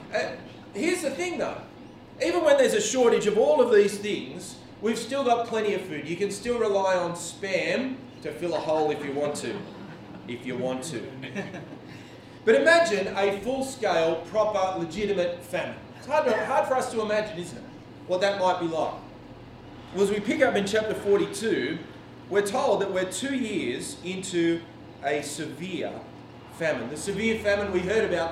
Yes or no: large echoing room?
yes